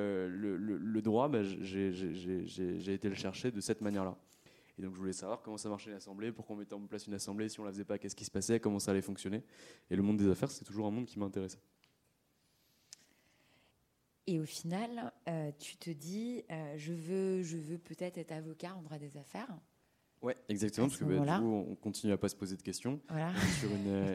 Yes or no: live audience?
yes